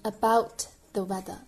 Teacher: u 的滑音 ow, about, about the weather, about the weather, about 中的 t 可以省掉， about the weather 不需要把 t 发出来